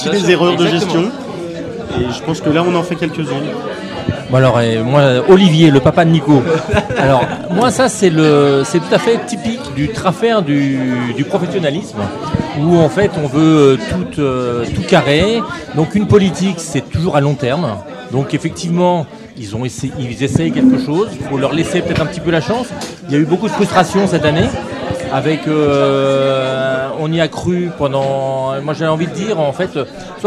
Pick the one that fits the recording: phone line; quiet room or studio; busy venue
busy venue